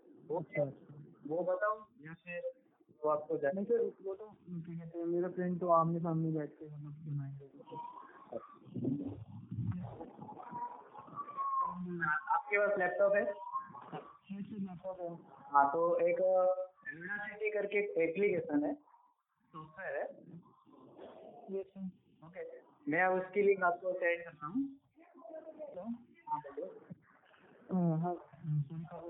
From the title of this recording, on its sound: ON PHONE CALL